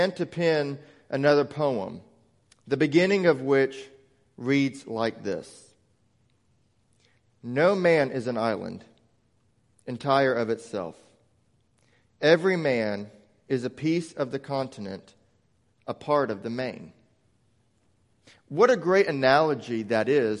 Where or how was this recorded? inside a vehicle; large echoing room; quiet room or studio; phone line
large echoing room